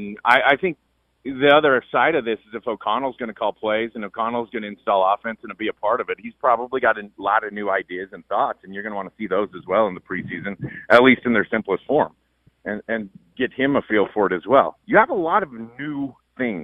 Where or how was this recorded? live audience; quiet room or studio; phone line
phone line